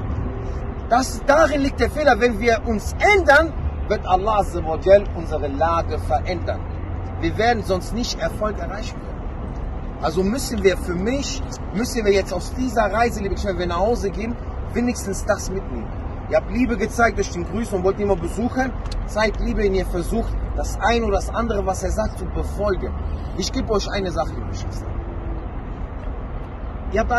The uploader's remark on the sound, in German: Ein Vortrag bei der Umra 2022. Ein weiterer Vortrag aus der Umra, und direkt aus dem Berg von Uhud. Die Aufnahme ist diesmal etwas besser von der Qualität.